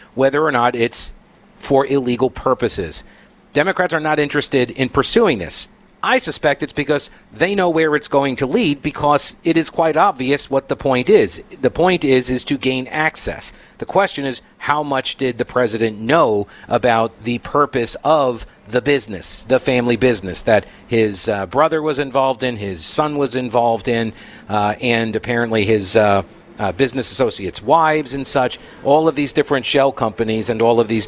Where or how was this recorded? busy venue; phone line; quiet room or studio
busy venue